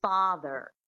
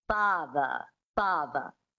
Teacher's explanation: in this accent, the transatlantic accent, you drop the R and you make it a schwa · Shown in: second take